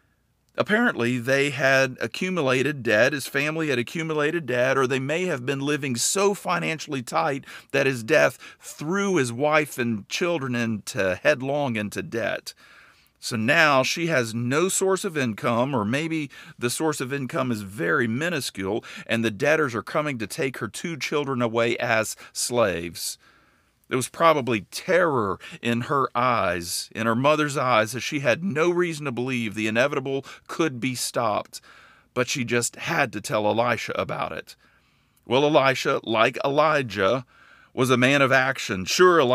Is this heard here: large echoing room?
no